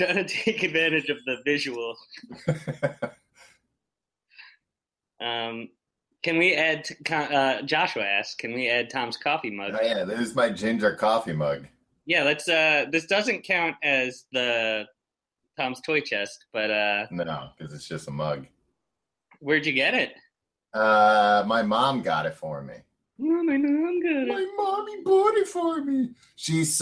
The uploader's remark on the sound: May 2017 Google Hangout Audio